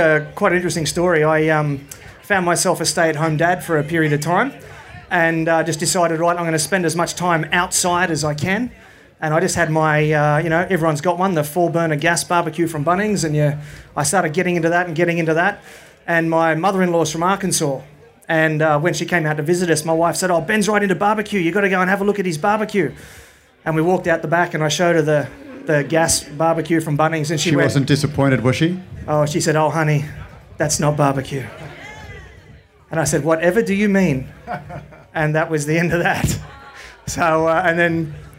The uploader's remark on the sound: A recording of the Q&A session that I hosted live at the BBQ & Beer Roadshow 2017. This very exciting bonus episode is a recording of the Q&A session that I hosted live at the BBQ & Beer Roadshow 2017.